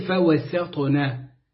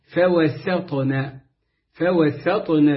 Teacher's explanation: كل حروف الكلمة مرققة عدا عن الطاء، والطاء ليست في أعلى درجات التفخيم، إنما درجة من درجات التفخيم